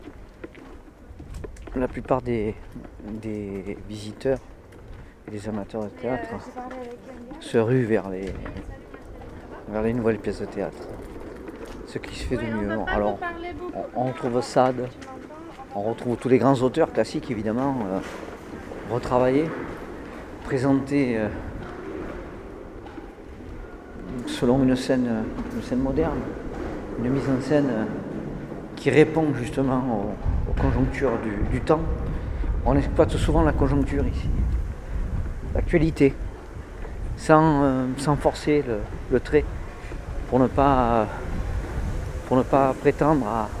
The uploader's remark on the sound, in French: Avignon au festival Off. Une balade dans la ville durant le festival.